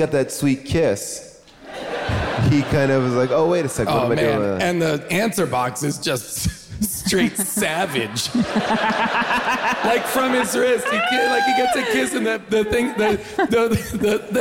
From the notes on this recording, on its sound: Recorded live from Vancouver